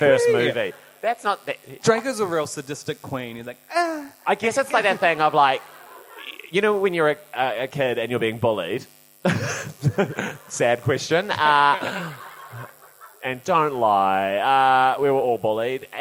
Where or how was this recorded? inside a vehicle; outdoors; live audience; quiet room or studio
live audience